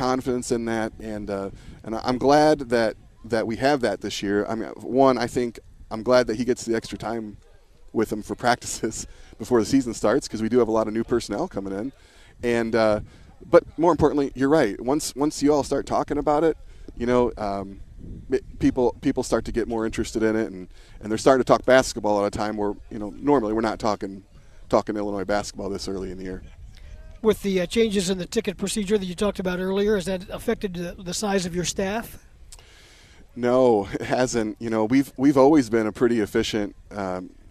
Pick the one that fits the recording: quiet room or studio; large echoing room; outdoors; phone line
outdoors